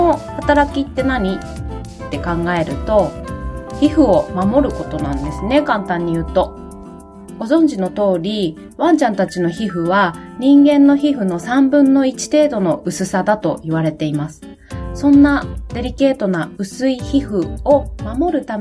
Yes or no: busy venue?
no